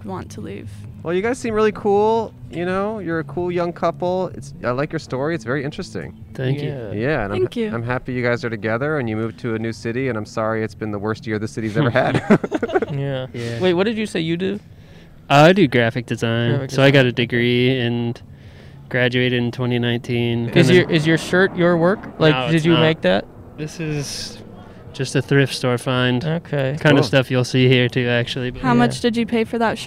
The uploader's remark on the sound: We set up outside a flea market to see what sort of old crap people bought. Recorded on 1/16/21 at John Marshall High School in Los Angeles.